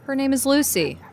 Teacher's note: Notice that I said her with no intonation, so it didn't sound like I was correcting you.